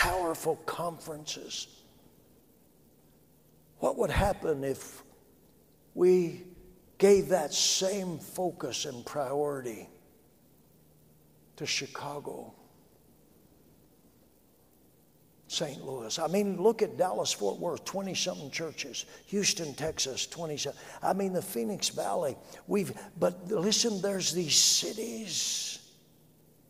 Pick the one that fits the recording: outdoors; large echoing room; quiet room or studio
large echoing room